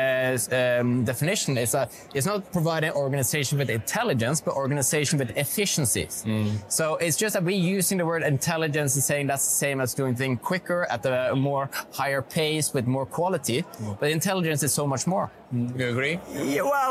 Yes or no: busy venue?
yes